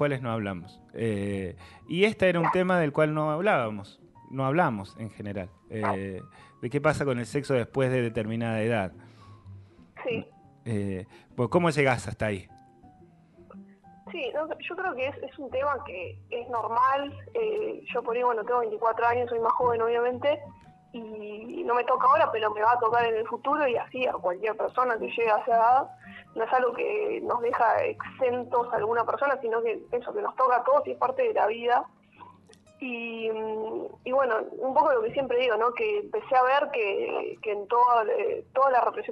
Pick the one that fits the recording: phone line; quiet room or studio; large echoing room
phone line